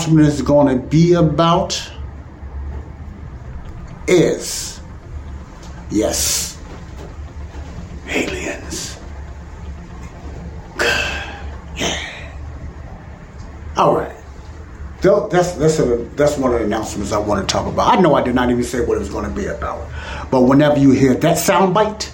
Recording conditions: sounds in the background